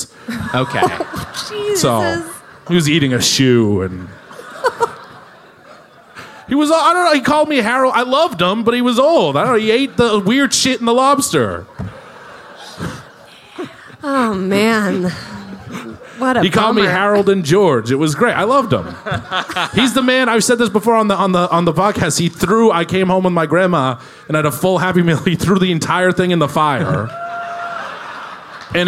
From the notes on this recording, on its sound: Recorded live at the House of Blues in San Diego.